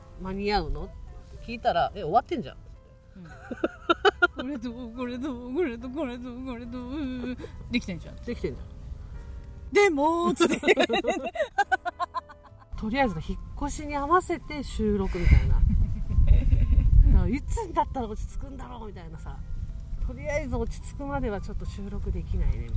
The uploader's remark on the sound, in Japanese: 再会の瞬間とってみました！風の音で音質が史上最強に悪くて本当に申し訳ないです。